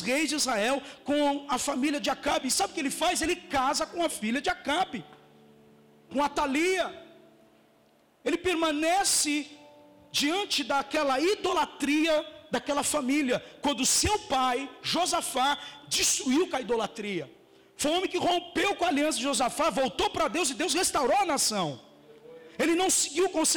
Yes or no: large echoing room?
yes